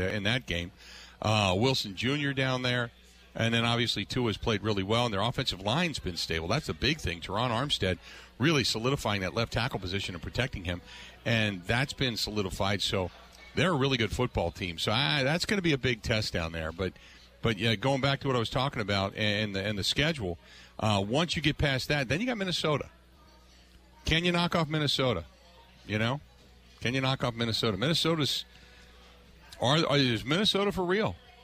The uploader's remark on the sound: live at the Brat Stop in Kenosha